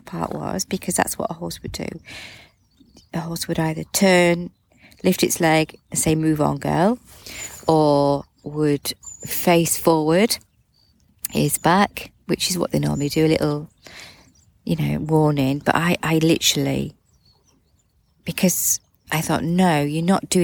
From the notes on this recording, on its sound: A little recording I made this morning while sat with the horses. It was a foggy start but as the mist cleared and lifted from the ground, the sun smiled and the birds began to sing.